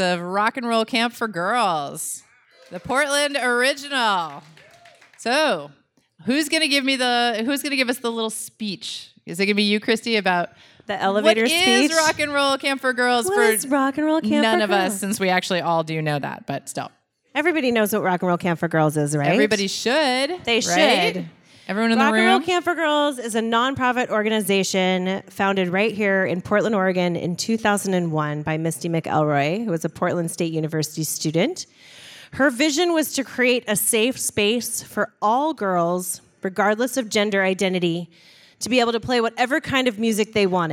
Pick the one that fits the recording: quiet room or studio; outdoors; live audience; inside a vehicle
live audience